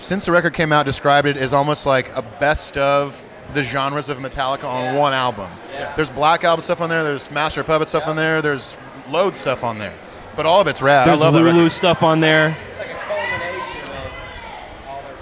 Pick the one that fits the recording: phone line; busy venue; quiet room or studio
busy venue